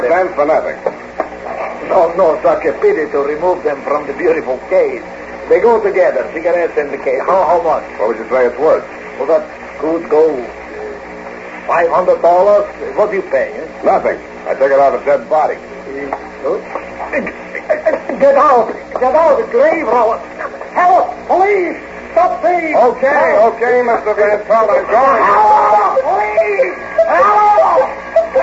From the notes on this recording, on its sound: Audio is poor, with lots of hum.